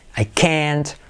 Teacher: I can't thank you enough for helping me finish this can't, fijaos que esa T al, no hace falta decirla, simplemente acentuar toda la palabra cuando es negativo